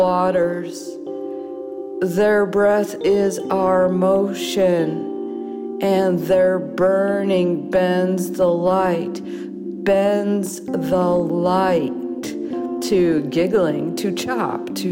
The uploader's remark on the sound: Here, it is freshly recorded on an iPhone, with night sounds from a forest and improvisational music.